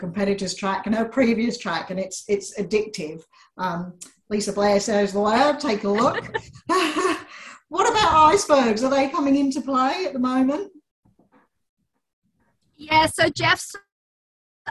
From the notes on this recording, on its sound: As she hurtles around Antarctica. We did this chat via Zoom link.